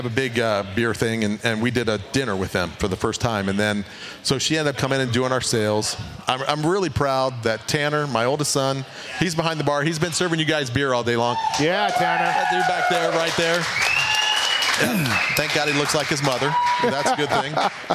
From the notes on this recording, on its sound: Pulpmx Show LIVE at the Hudl Brewery. HUDL Brewing Co in Las Vegas.